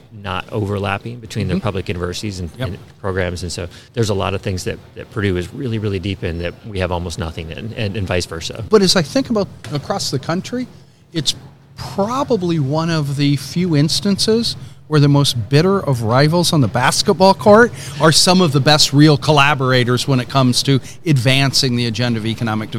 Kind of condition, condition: setting, busy venue